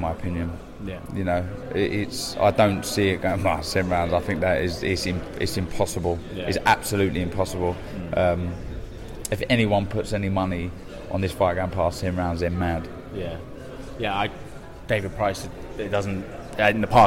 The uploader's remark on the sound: We were live at the open workout